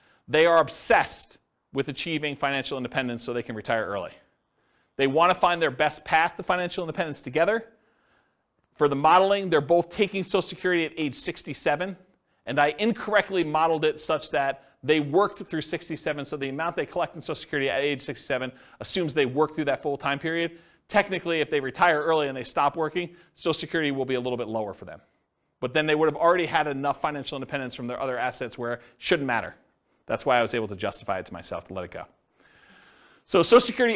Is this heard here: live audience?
yes